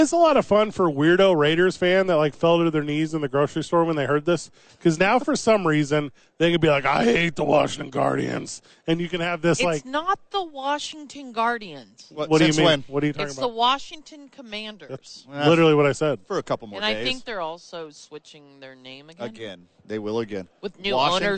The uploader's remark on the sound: live from Radio Row